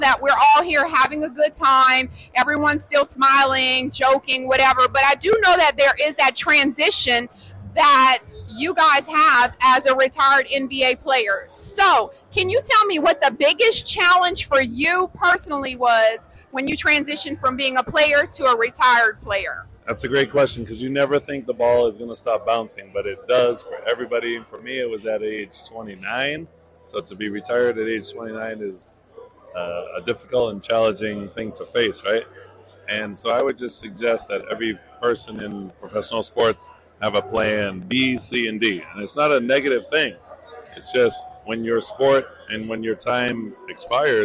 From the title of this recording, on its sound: NBA Alumni live coverage of the NBRPA Las Vegas Annual Conference